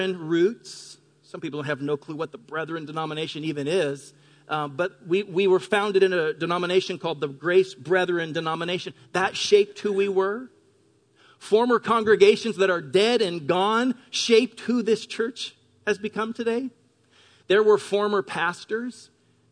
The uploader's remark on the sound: Delivered on 3 June 2018 at Grace Church of La Verne. Delivered on 3 June 2018 at Grace Church of La Verne.